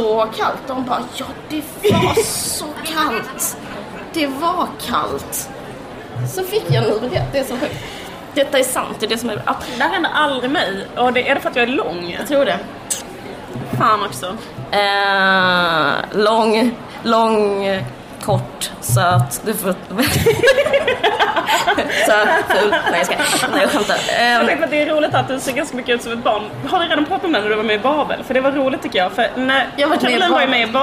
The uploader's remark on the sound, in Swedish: Live på Bokmässan